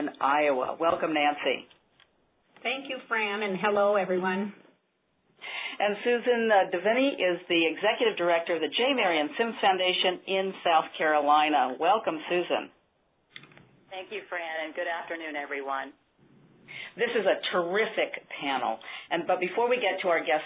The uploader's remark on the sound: On this call. This FREE event was recorded.